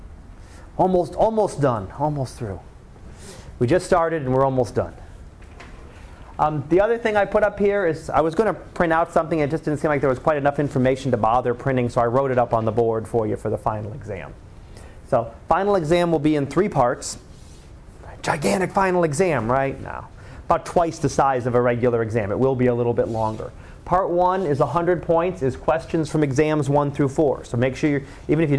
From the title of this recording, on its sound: Live Class Lecture